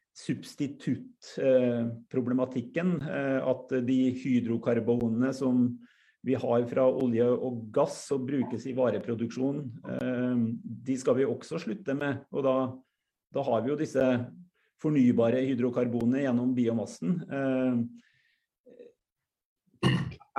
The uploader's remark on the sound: Live Zoom